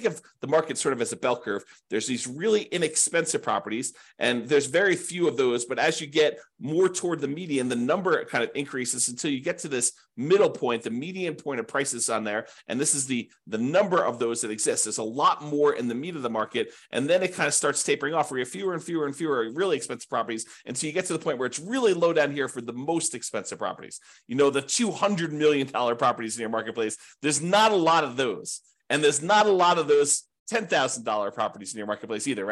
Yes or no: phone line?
no